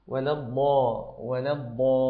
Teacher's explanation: ومن ناحية أخرى، ولا الضاء، أيضا صوت الضاد عندك ضعيف، وهذه الضاد في أعلى مراتب التفخيم في هذا النطق لأنها مفتوح وبعده ألف